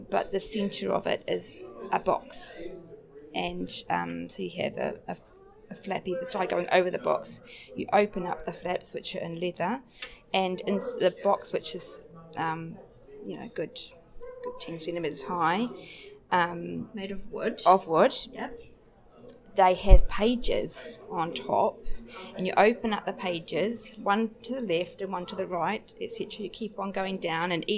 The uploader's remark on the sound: Recorded at the exhibition opening. Background noise is present through interview. Auckland Libraries Heritage Collections. Sound effect is by Cedric Peyronnet of an 1870s working press.